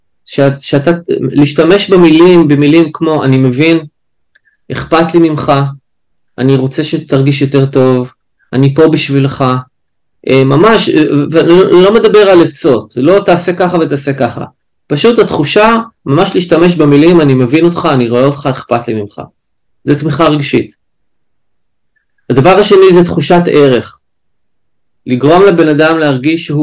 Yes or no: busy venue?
no